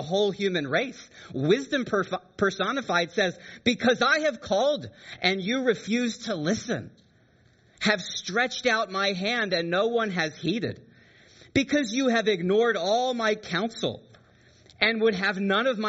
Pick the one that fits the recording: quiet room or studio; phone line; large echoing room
large echoing room